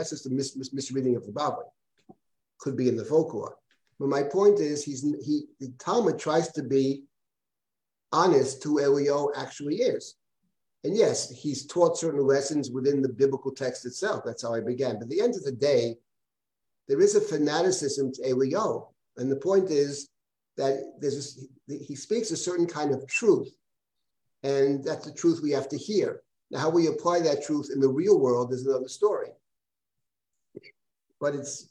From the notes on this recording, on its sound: This audio was originally captured from Zoom.